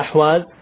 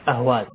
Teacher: أن يقلب الحاء إلى هاء، يسمونها الفرس أهواز.